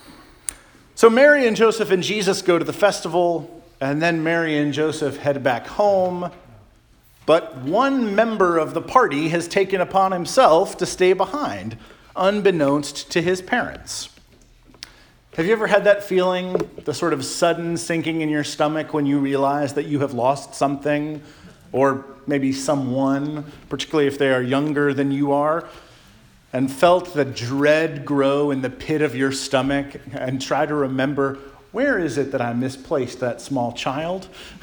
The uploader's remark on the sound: Charles Anglican Cathedral, Bremerton, WA.